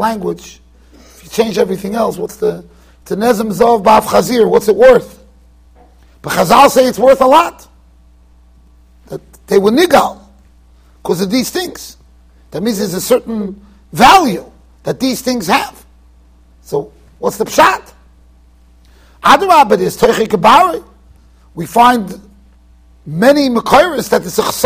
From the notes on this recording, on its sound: Shiur recorded in Yeshivas Ohr Reuven, Monsey NY.